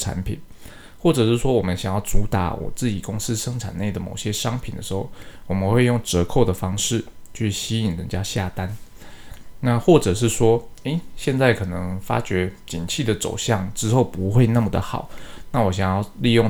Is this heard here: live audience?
no